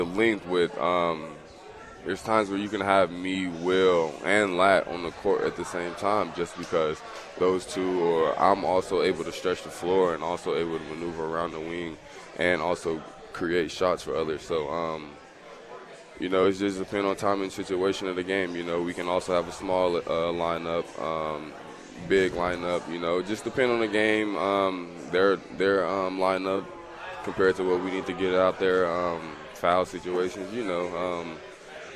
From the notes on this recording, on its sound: Live from Upside Bar and Lounge (27th & Pine Lake)